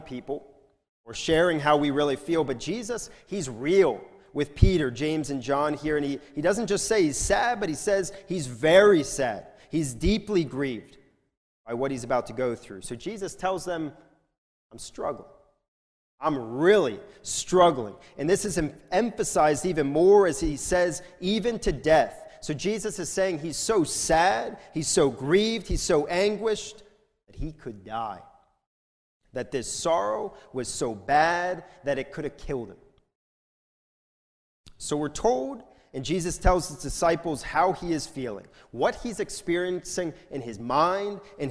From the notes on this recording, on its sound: This is a sermon recorded at the Lebanon Bible Fellowship Church in Lebanon, PA during the morning service